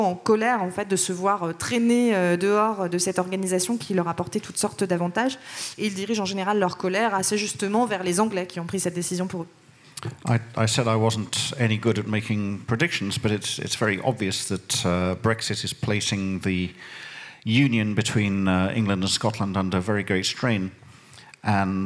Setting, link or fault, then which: setting, live audience